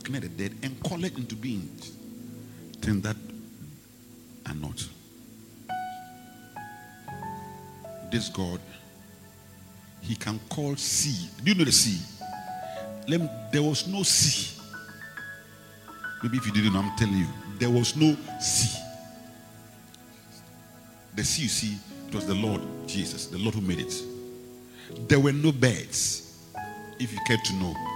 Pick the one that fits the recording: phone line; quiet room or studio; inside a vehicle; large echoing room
large echoing room